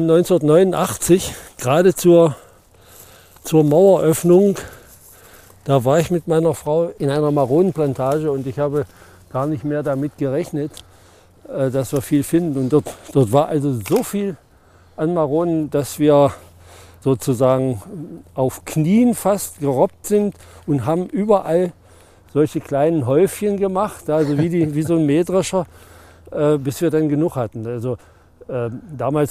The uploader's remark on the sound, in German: Mit voller Vorfreude sind wir für diese Aufnahme in den Wald gegangen, um eine Stelle ausfindig zu machen. In einem kleinen, unscheinbaren Wäldchen ergab es sich, dass wir eine Stelle fanden.